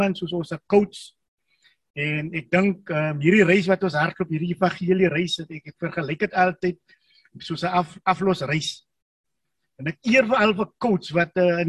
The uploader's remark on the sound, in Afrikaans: Manne van die Woord Zoom Byeenkoms 31 Mei 2022.